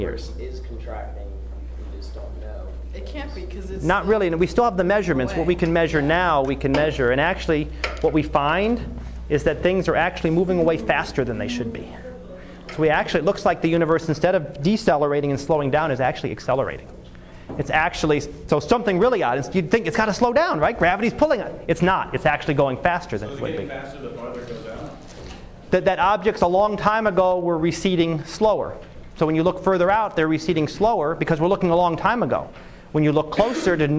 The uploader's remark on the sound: Live Class Lecture